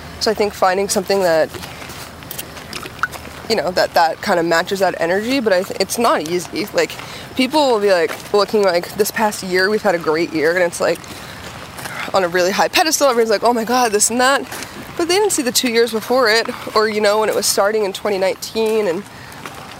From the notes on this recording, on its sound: walk and talk in Burlington Massachusetts